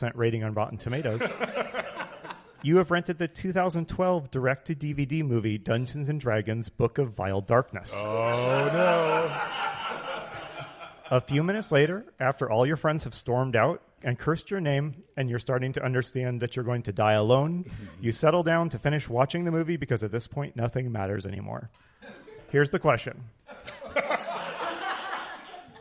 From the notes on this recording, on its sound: Live at Roll For Topic Con! Our first live episode in front of a studio (con) audience!